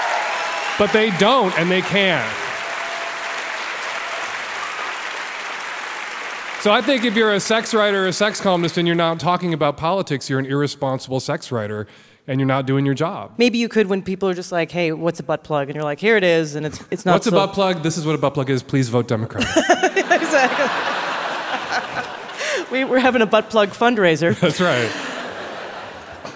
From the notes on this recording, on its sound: LIVE from The Castro Theatre in San Francisco, California.